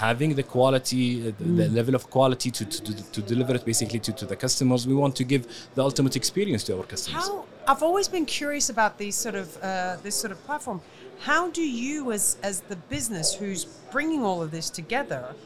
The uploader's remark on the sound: Live from SES